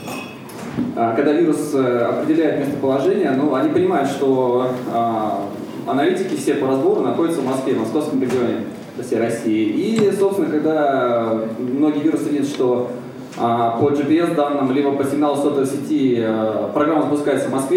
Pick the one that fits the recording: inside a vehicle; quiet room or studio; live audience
live audience